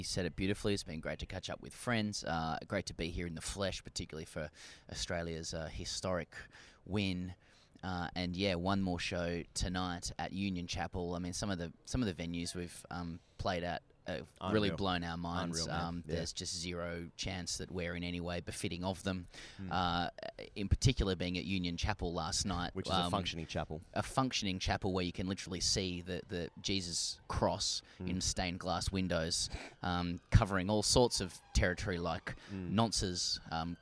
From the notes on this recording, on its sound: We record this from The Oval in south London the day before The Lord's Test match.